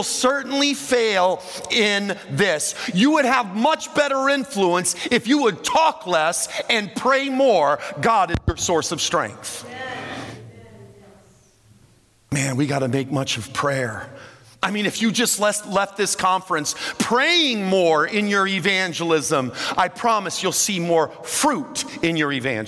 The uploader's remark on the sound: This content is from the Tuesday morning main session at the 2023 Propel Conference